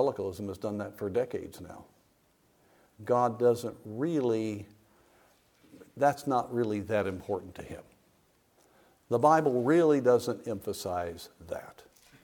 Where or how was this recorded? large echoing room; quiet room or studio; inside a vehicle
large echoing room